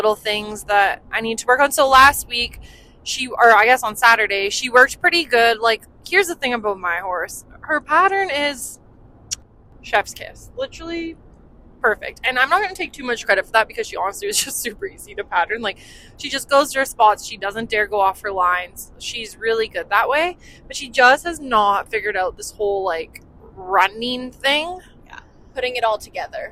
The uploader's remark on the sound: On a late night drive home from Claresholm, Alberta. In the truck they discuss.